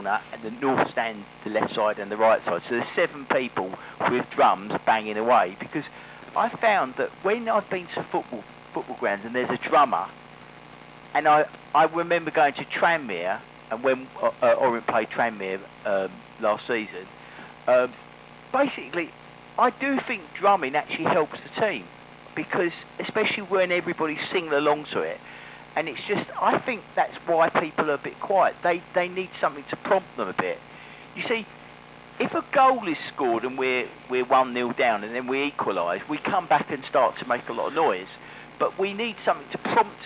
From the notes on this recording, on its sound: Orient Hour Extra 'Fans Phone In' pilot episode